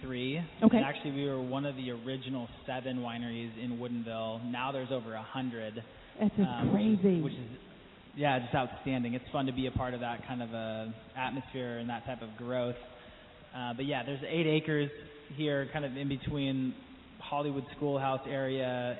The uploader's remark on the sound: broadcasts live from Matthew's Winery